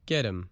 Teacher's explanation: The letter H in him disappears, and the vowel sound in that word is shortened. And the letter T in get changes to a D sound.